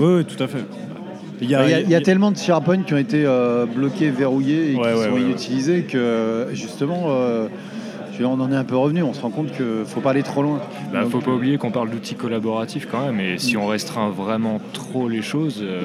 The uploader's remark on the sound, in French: Enregistré au Renoma Café (avenue George V) !